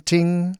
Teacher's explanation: In Chinese, it's pronounced ting, first tone, ting.